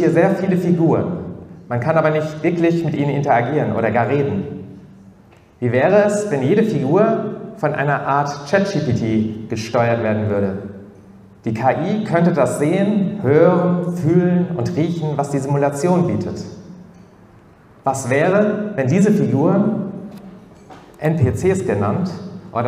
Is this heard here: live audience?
yes